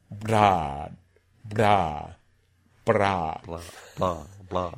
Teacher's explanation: if you just hit the center, then you're going to get that lateral release, which will make it sound more L-ish